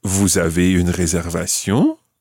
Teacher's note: You could say Vous avez une réservation? Raising your voice at the end, just using the statement form Vous avez une réservation?